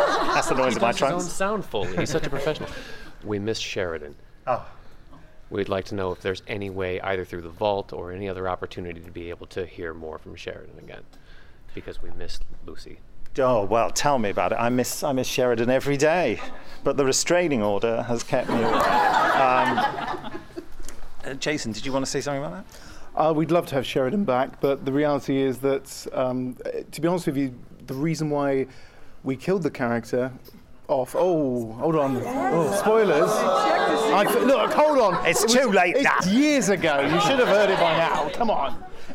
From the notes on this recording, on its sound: recorded during the Gallifrey One Doctor Who convention in Los Angeles with questions from our loyal audience